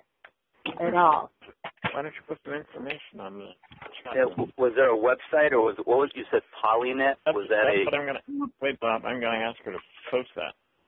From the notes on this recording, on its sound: conference call